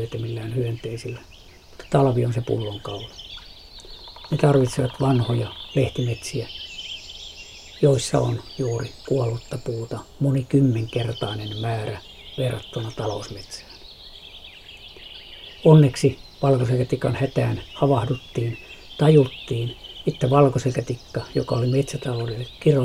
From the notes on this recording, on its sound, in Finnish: äänitti lehdon lintukuoroa Parikkalan Siikalahden rannalla